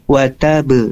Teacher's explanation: karena dia wataba bertasydid, maka jedanya satu ketukan baru ada pantulan · Term: bunyi pantulan